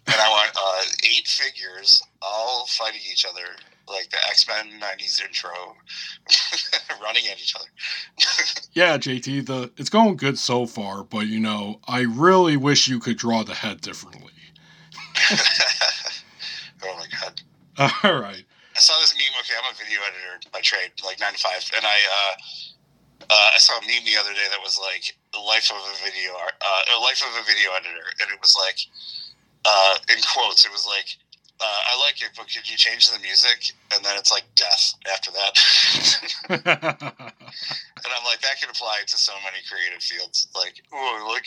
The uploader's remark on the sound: Record via phone between Grand Rapids, Michigan and Chicago